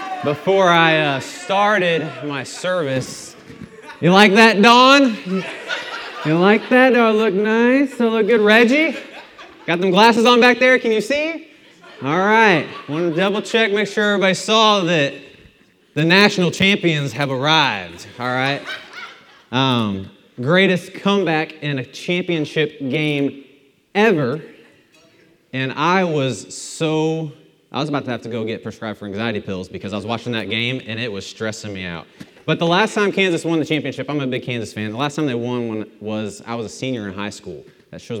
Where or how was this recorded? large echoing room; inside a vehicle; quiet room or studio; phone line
large echoing room